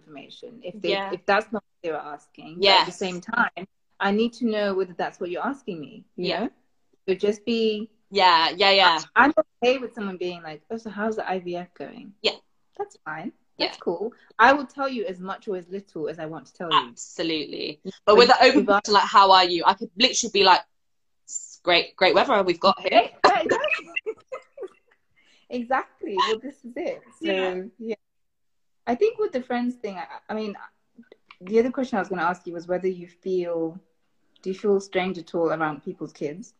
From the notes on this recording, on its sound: hosted on Instagram Live during the summer of 2020